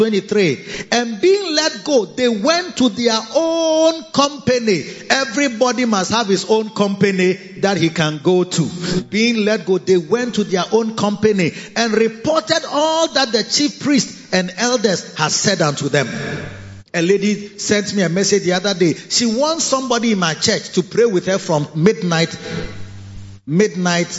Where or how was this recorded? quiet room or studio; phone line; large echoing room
large echoing room